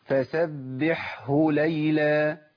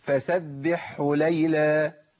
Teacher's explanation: الهاء ممكن تضيع مني خالص، تبدل بحاء وتضغم · Shown in: second take